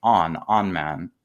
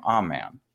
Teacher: At the time it was pronounced on man. And eventually the N started dropping out before consonant. · Shown in: second take · So it became a man.